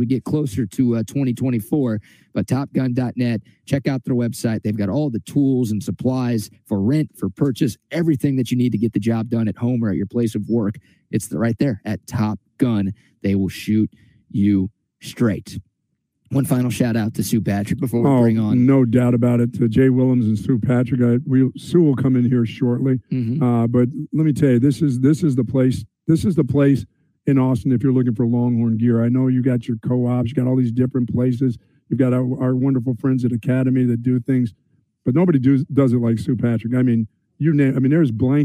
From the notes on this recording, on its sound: broadcast LIVE from Sue Patrick